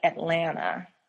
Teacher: A slower pace or lengthening of the last syllable. In the southern part of the United States, our syllables, especially with our vowels, are already very long.